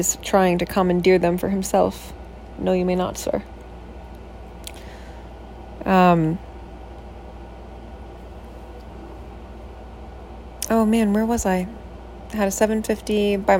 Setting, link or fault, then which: fault, sounds in the background